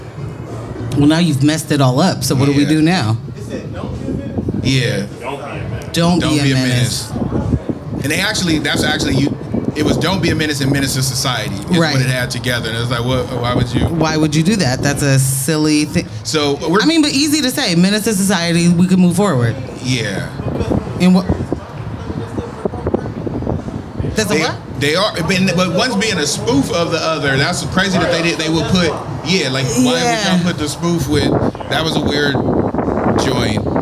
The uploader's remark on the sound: Where we caught the breeze and a vibe as we recorded live from the rooftop at #JackiesPDX, during the Hightop Happy Hour, for #SneakerWeekPDX Media Day.